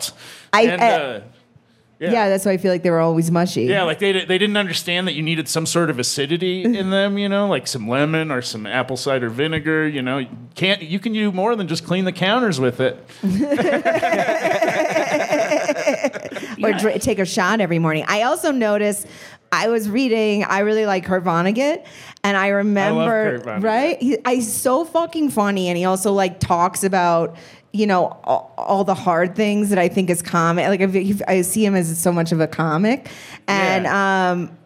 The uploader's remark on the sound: live at the Vail Comedy Festival